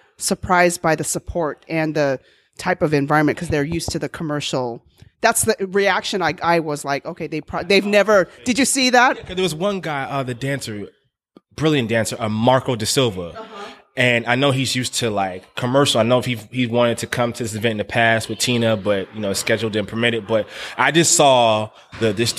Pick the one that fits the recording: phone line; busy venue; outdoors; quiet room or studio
busy venue